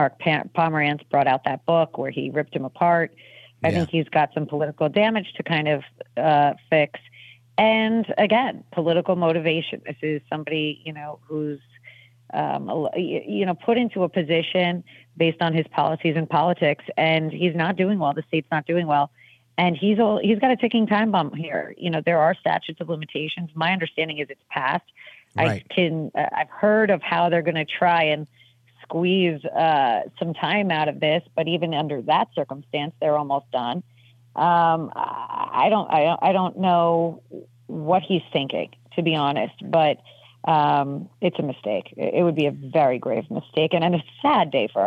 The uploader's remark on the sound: we take your calls in open phones across America